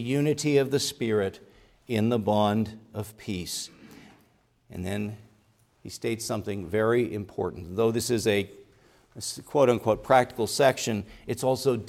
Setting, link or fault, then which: setting, large echoing room